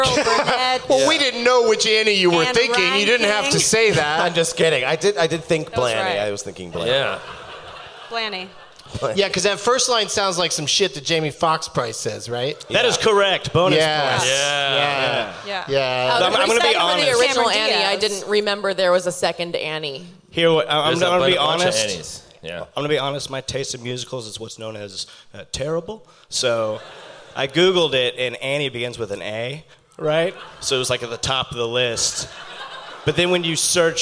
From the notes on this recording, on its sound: Live from the Gramercy Theatre in New York City